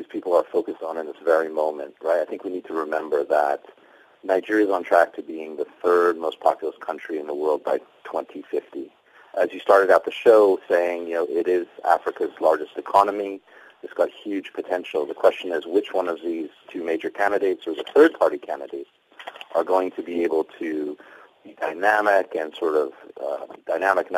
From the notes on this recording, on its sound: we are joined on the line